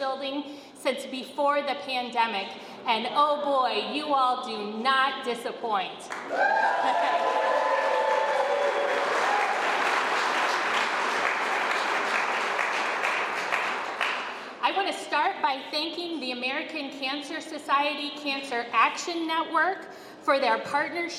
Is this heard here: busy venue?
yes